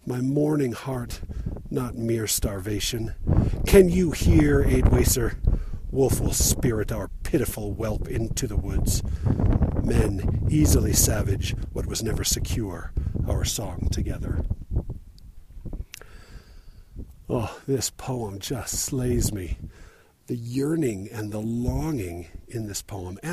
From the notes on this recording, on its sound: Recorded while hiking up the Squaw Peak trail again, in a spot with lots of wind and hence the distracting and omnipresent wind noise.